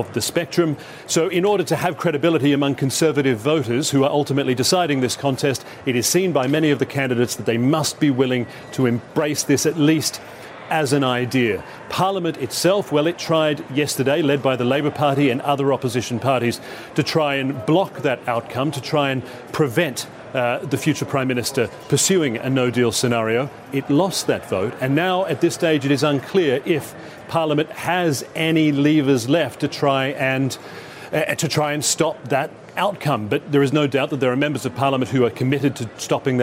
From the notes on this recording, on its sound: live from the New York Stock Exchange